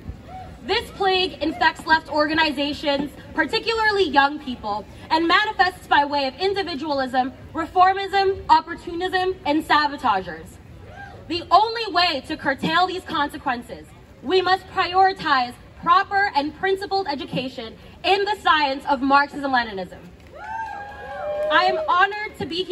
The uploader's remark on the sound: This speech was from the Washington DC demonstrations, where PCUSA flags were flown in front of the White House.